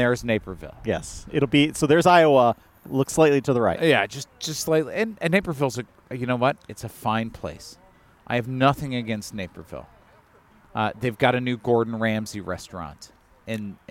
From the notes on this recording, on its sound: We’ll start with a regular full episode, recorded at Maplewood brewery, and then at the end we have some bonus content dedicated to the indictments.